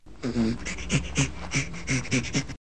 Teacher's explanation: Well, it is a vocalization. The vocal folds are vibrating, but it sounds more breathy. This means that the vocal folds are just not used in a very regular, stable manner, but they are being used.